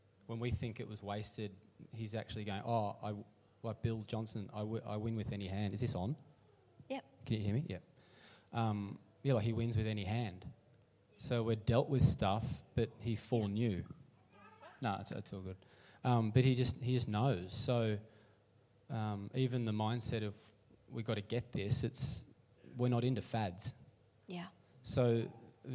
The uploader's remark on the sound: LIVE at Echo Church